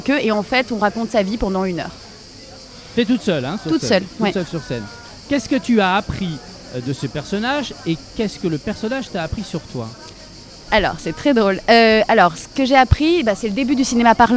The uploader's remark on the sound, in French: En direct du Festival Off d'Avignon